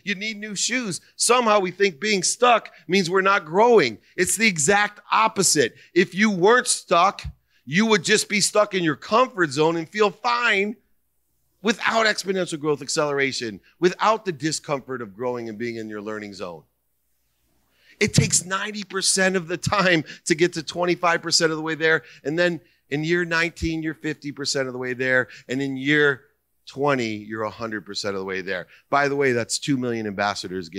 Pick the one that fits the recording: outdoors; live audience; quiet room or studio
live audience